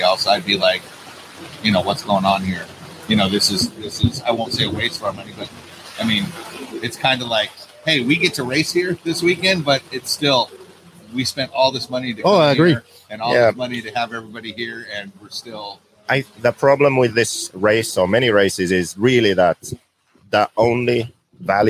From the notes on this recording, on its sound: Live from The Dirt Nitro Challenge 2023. It is cold windy andrainy here at the DNC but we are going live to take your Questions and talk DNC !!!